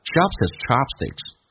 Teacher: 跟 his 有一个击穿 h 音去掉，用 s 跟 e 形成个连音